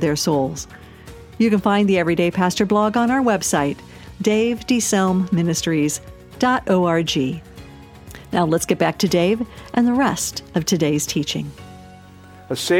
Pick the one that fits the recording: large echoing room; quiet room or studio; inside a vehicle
large echoing room